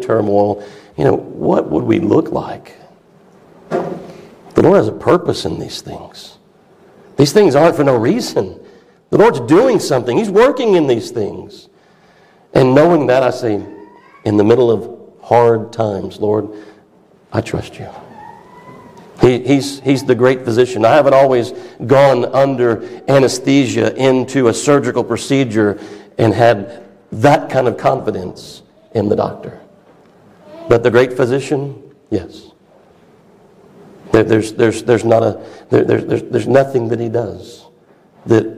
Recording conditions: live audience